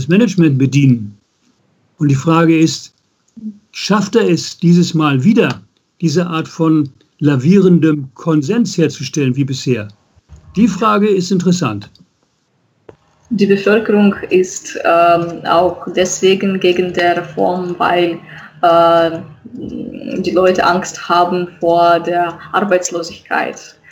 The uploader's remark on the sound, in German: Ungeschnittenes Interview als Audio-Podcast. Per Skype.